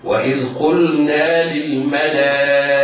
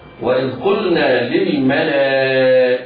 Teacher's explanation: يعتني بإظهار اللام حتى لا يسبق لسانه وينطقها مدغما · Shown in: second take